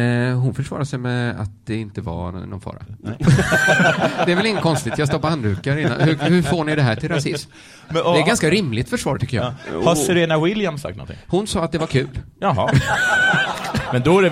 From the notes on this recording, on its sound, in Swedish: Inspelat inför publik på ’Under Produktion på Teatern’!